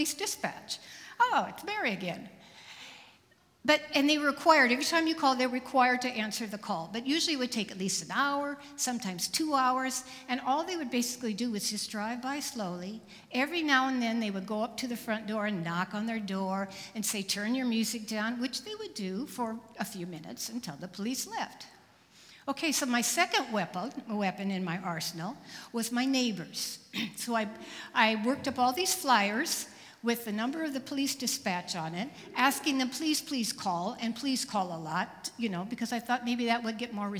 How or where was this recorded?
live audience